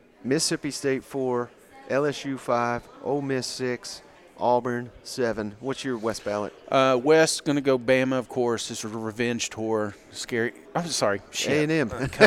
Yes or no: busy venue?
yes